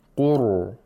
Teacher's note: We have Ra with Tafkhim, because it's Sakin, preceded by a Dhamma.